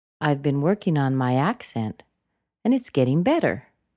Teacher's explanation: take the word accent and push it up just a little bit higher, but then we drop it back down.